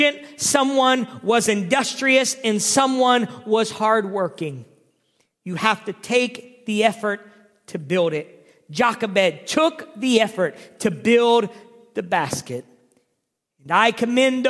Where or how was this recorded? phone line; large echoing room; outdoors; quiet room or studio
large echoing room